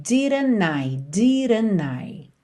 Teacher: ela ligou didn't com I pelo N. Didn't I, didn't I.